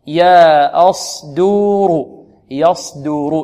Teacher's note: الياء مرقة والصاد مفخمة والدال مرقة والراء مفخمة